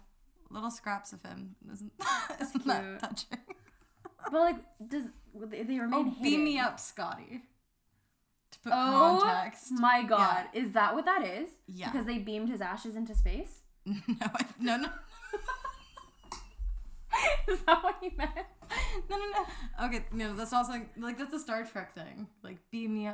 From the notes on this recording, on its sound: We're new to this so we apologize for the sound levels.